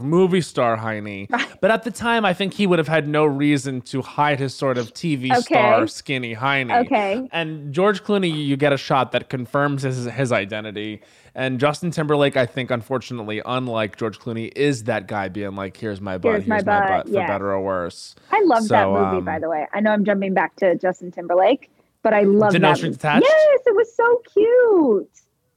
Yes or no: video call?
no